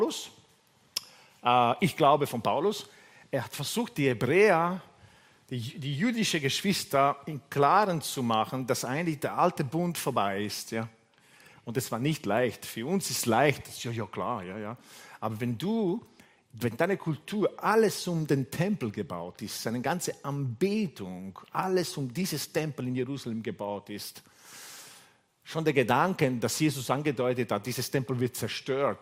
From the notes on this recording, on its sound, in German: Gottesdienst live aus der LIFE Church Wien